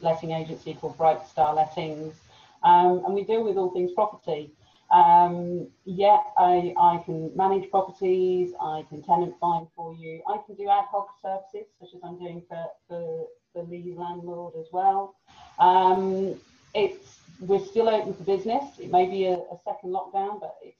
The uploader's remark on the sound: Your Partnerships Online Networking Event. Live networking event brought to you by Your Partnerships.